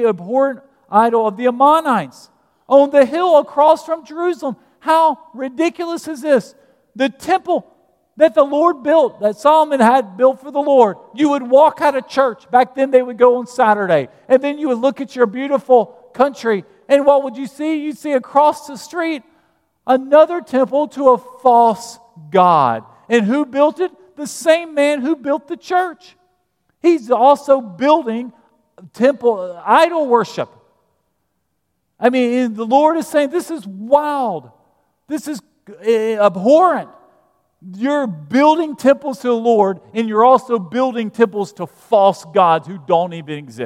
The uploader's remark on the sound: at Broadway Baptist Church, Lexington, Kentucky